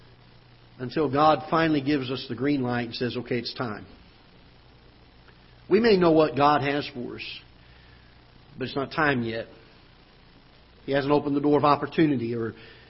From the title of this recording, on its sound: Ketha Heights Baptist Church ~ Live Broadcast